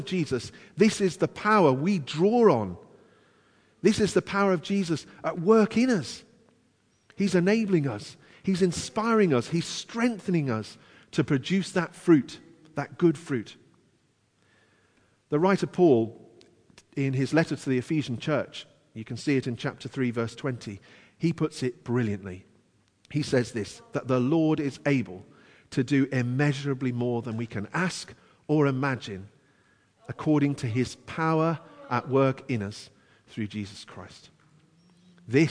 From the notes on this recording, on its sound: Christ Church, Bayston Hill (UK)